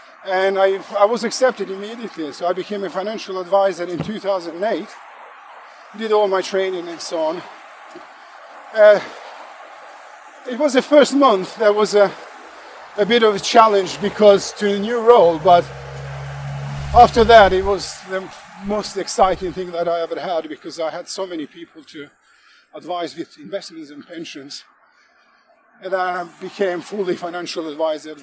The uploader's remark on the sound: Walk and Talk